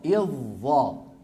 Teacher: ننتقل من همزة مكسورة إلى مين؟ إلى ظاء، إذ ظاء، ولا يبقى للذال أثر، هذا في الوصل